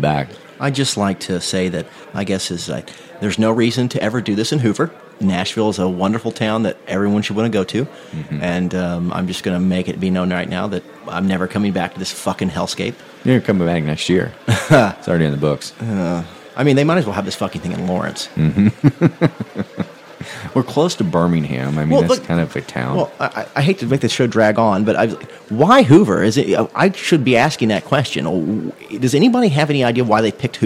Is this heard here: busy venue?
yes